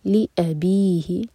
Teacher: अ एक हरका और कट ऑफ साउंड हमजा है ये ली अ बी ही लिया नहीं ली अ ली अ